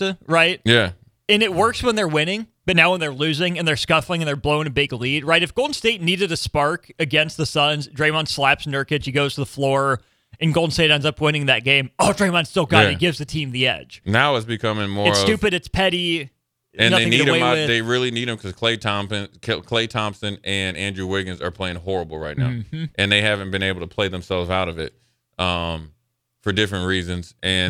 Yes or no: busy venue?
no